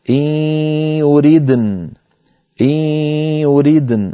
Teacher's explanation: فإن وقف عليها مضطرا أو مختبرا يقول إن يريدن من غير ياء في آخرها